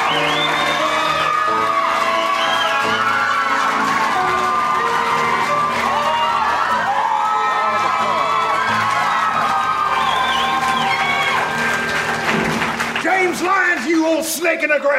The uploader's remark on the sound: Recorded Live 3/3/2012 at Largo, Los Angeles.